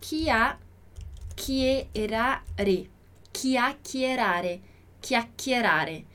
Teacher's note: ali no duplo C, no segundo chi, a gente vai forçar um pouquinho, alongar um pouquinho a pronúncia aqui